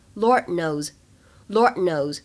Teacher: Lord 和 knows 当中呢，有一个完全失去爆破的现象。